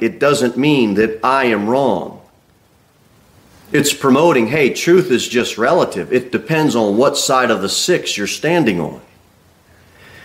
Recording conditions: large echoing room